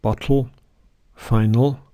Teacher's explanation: We also use another symbol, L with a stroke underneath it, for the sound in bottle, final. This is syllabic L, which, like syllabic N, is similar to schwa and L run together.